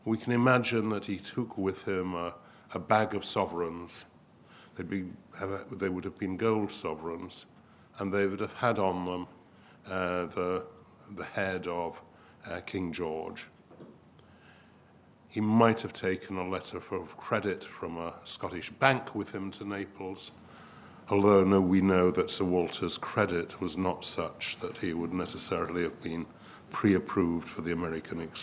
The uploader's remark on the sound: This event was recorded live on Thursday 2 December.